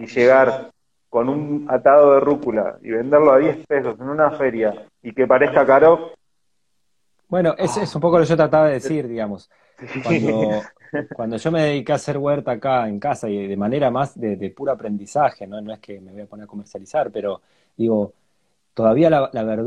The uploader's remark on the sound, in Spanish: Audio de la charla en vivo por Instagram